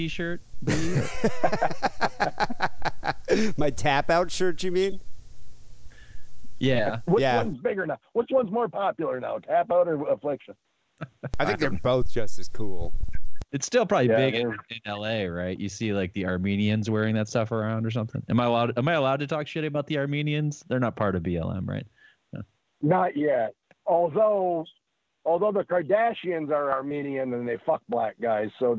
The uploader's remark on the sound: Phone calls.